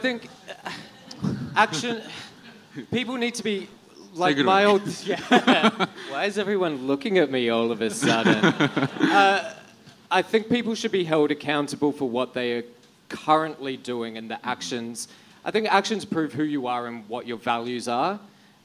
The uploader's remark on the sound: Live show audience questions! This week's After Show is our live show Q&A from our Melbourne and Sydney 2020 live shows.